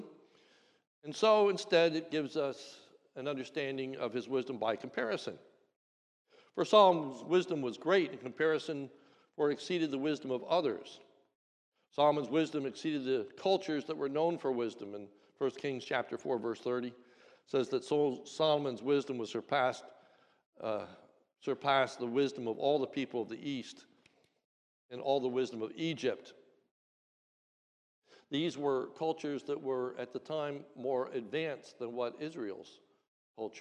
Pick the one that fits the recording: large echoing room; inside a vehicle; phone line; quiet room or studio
large echoing room